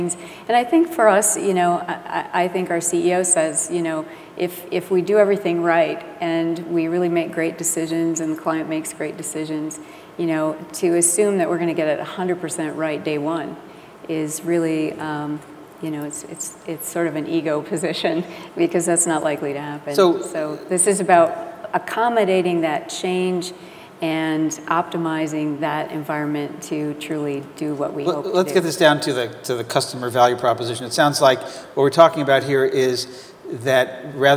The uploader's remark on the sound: The best of live interviews from GreenBiz events.